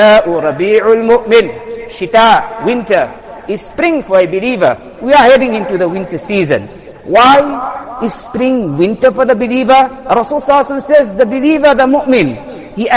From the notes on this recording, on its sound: Jumuah lecture